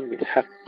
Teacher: ترقيق الحاء وتفخيم القاف